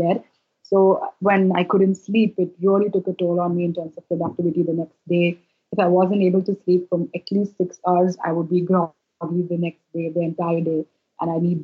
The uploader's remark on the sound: It’s certainly listenable, but the audio gremlins were definitely out in force on the day that we recorded this podcast episode.